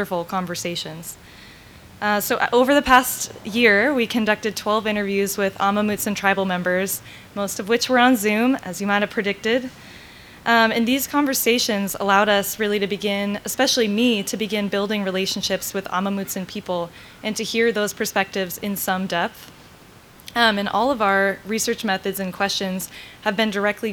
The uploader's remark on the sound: This recording is from the second half of a panel entitled “Telling the Truth of the California Missions,” which was part of the Telling and Teaching the Truth of the California Missions event.